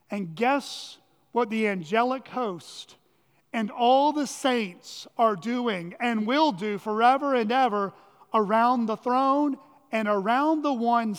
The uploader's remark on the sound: at Chaffee Crossing Baptist Church in Barling, AR.